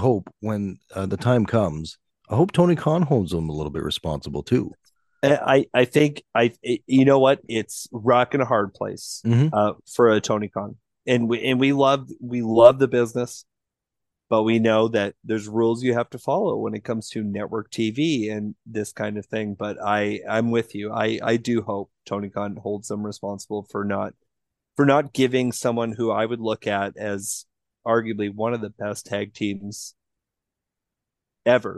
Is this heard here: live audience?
no